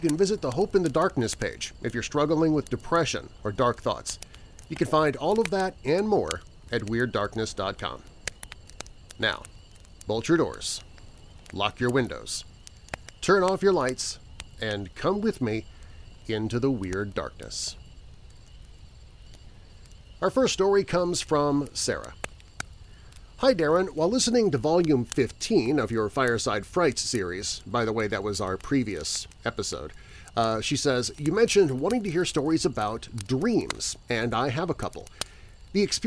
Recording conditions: outdoors